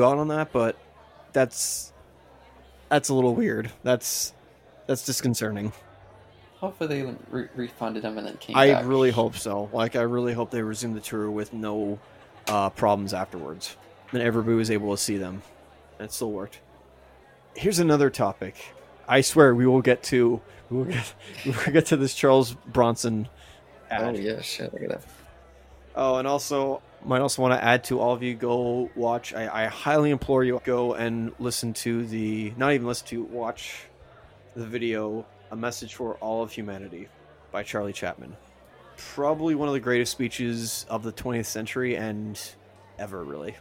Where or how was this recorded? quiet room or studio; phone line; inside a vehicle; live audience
live audience